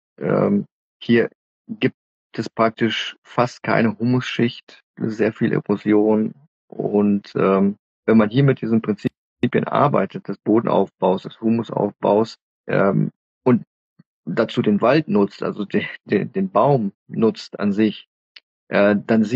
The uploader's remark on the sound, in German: auf Instagram-Live